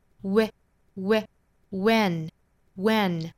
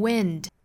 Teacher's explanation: win 注意发音是松口的一个 a 的音